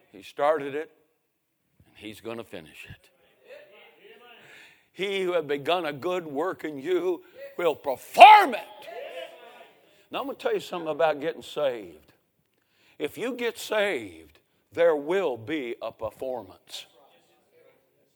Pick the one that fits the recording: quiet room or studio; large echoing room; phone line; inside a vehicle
large echoing room